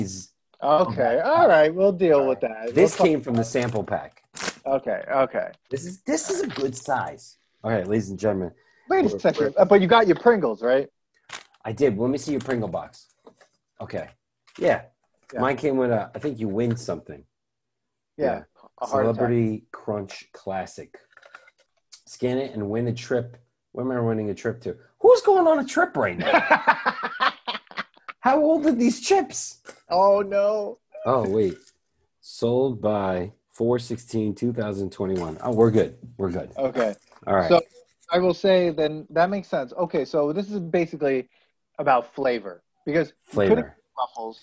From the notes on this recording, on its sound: On Zoom so there are some small sound discrepancies and tech issues. Loud crunching sounds.